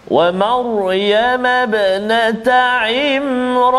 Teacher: huruf ra kita baca itu tebal · Term: tafkhim